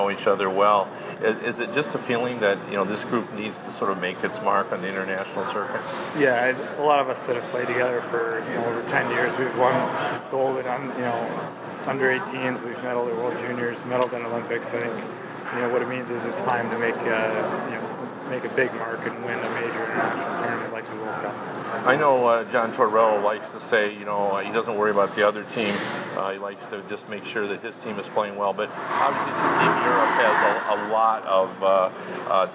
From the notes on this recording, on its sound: records from the World Cup of Hockey in Toronto